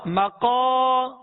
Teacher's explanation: میم زبر ما قاف الف زبر قا مقا، ہونٹوں کو گول نہیں کریں گے، قاف کو ادا کرتے ہوئے اس کے ساتھ حرف مد ہے الف مدہ ہے ایک الف کے برابر کھینچیں گے، قاف کو پر پڑھیں گے حرف مستعلیہ میں سے ہے.